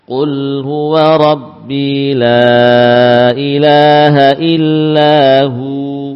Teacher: Ya, wawunya kita baca sebagai huruf mad. Bukan lagi huruf bibir hum, ya, tapi huruf mad.